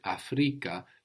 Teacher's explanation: the accent on the penultimate syllable